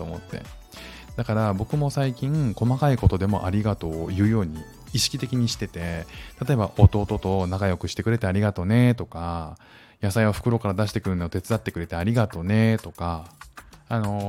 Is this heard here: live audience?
no